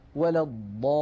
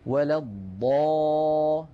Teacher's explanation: فهذا المد لابد من تطويله، وقد أجمع العلماء فيما نقلوه عن رسول الله صلى الله عليه وسلم على مده مدا طويلا مشبعا بمقدار ست حركات · Term: المد اللازم